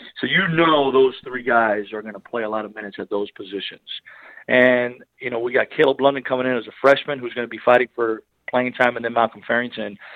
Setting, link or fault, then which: link, phone line